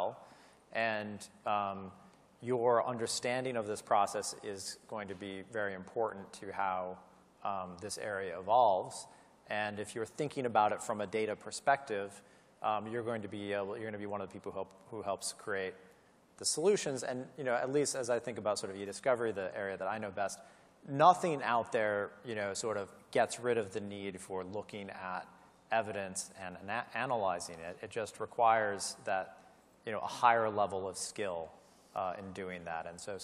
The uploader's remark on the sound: you'll hear the session recording from LegalWeek New York in February 2018